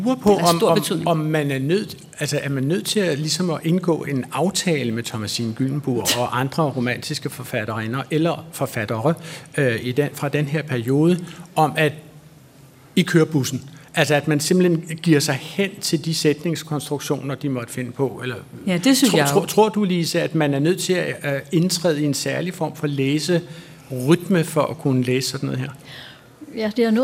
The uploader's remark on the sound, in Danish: Klog på Sprog live fra Bogforum i Bella Centeret